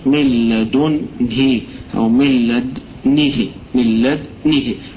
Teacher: ومعنى الإشمام أنه بيحرك الشفة، فكأنه يقول بتسكين الدال من لد ويضم شفايفه عليها لبيان أن هنا فيه ضمة